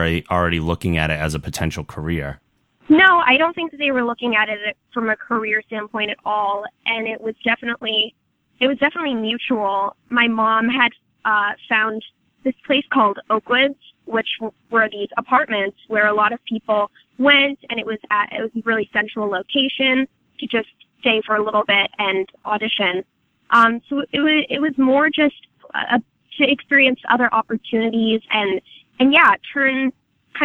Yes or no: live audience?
no